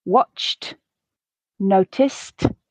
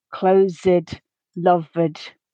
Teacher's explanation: the first two were pronounced T, watched, noticed, and the second two D, closed, loved